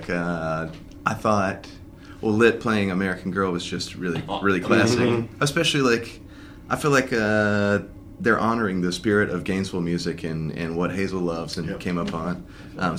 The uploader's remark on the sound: Live from TRB XXII.